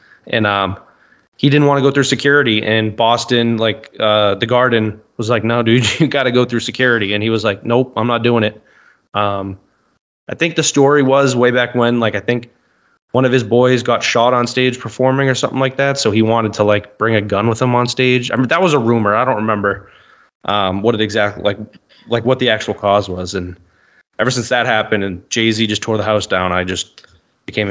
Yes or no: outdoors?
no